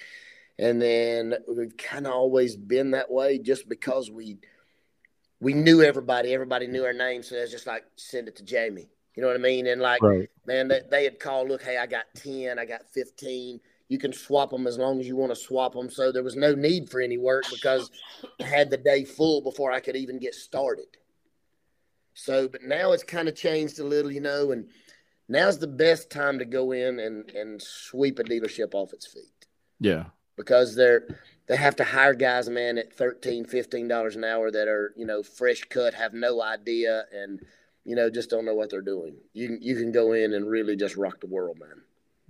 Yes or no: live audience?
no